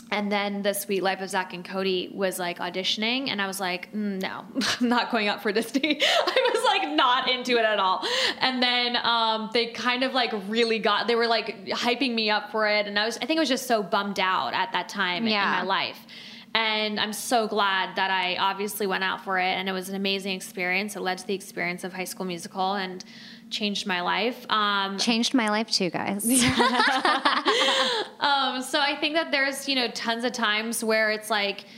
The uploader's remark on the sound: Live at Create & Cultivate Chicago